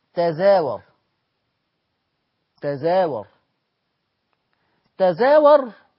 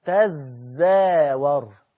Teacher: التاء الثانيه وراها زاي، فهتضغم التاء في الزاي فالزاي تبقى مشدده فتبقى تزاور